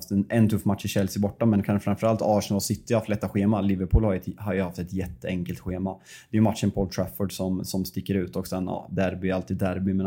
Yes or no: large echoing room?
no